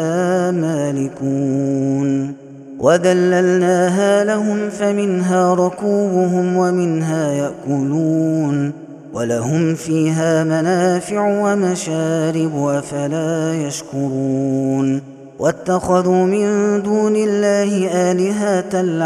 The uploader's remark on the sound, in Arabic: هذا التسجيل من صلاة التراويح